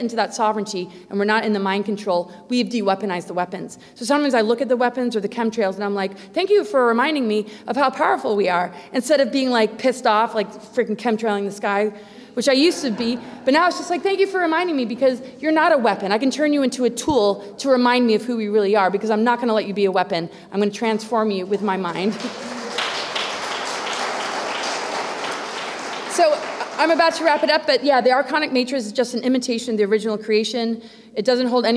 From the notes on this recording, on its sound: Presentation at the Secret Space Conference.